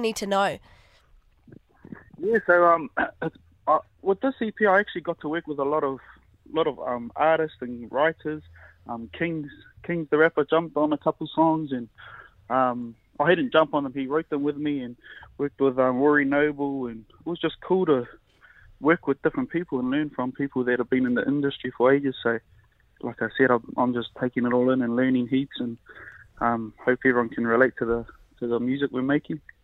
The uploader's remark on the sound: over the phone